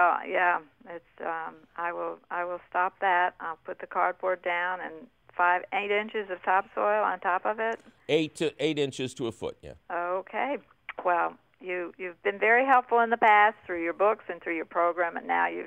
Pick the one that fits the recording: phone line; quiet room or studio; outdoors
phone line